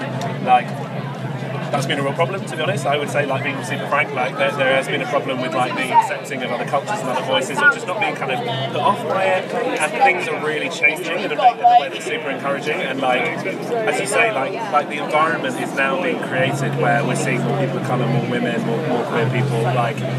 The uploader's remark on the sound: From our 'Live from 2000 Trees 2023' series.